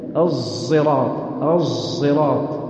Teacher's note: الصاد المشمه زاي بين الصاد والزاي، لكن العلماء يقولون هي أقرب للصاد